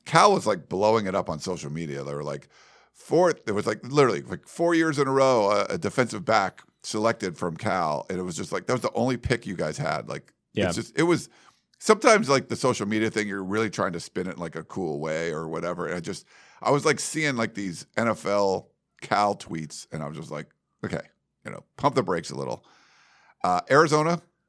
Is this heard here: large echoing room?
no